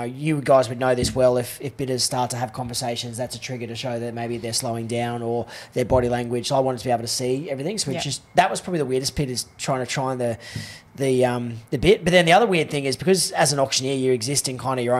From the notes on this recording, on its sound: a special recording from the Brisbane Property Panel